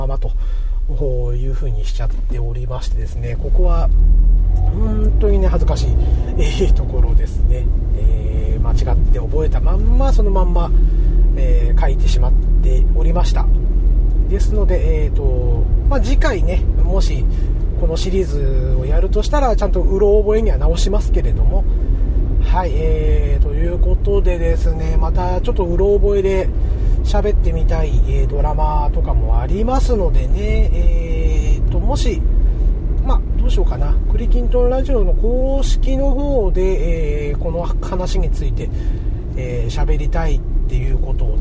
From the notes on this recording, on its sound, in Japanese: 今回は、車中録音しておりますので、少し聞き取りにくいかも知れませんが、ご容赦下さいませ。